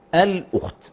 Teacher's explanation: فالخاء سكنت في كلمة الأخت وقبلها ضم فترتقي للثالثة على مذهب من مذاهب الترتيب. يعني هتبقى أعلى من أعلى.